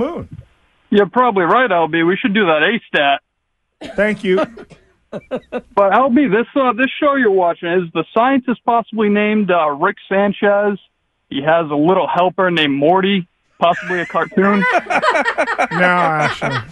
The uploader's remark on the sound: listeners call in to argue with him